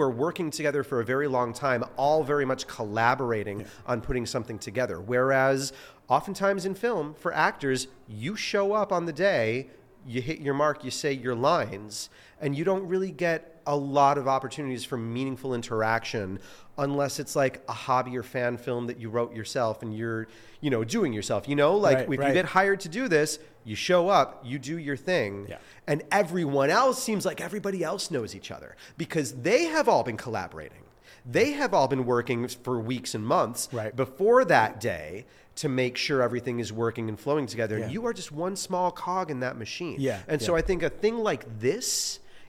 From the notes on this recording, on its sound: This episode of the Actorsphere Podcast was filmed LIVE FROM THE 2023 CASTING BUFFALO ACTOR EXPO.